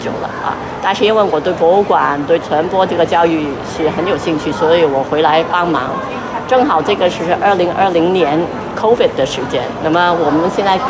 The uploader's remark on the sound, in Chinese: 无中生有 — 香港电影美术及服装造型展 特约观展团。这一期是导览的录音。